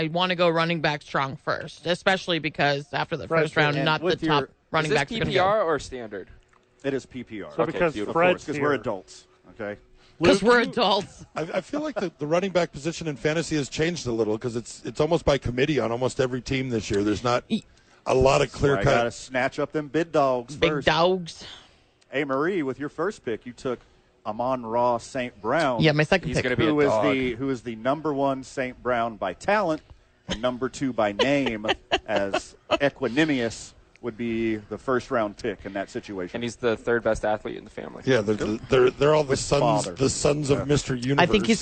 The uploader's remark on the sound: The Bois are live from Howie's Sports Page.